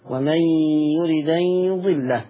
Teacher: القلقلة شرطها السكون بسبب حكم النقل انتفت